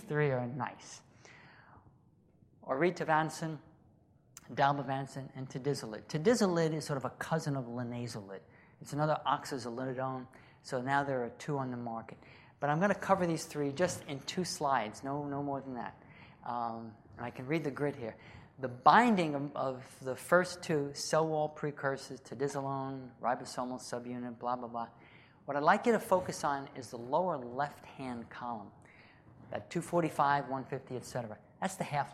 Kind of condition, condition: setting, large echoing room